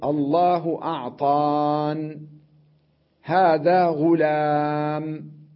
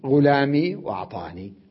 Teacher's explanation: يحذف الياء ويسكن الحرف الذي قبلها · Shown in: first take · قبلها كان مكسورا، أعطاني ني غلامي.